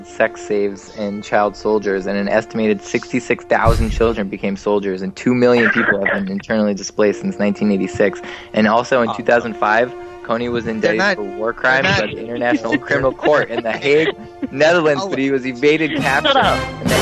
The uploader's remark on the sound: …'s Personal Prank Phone Calls Collection.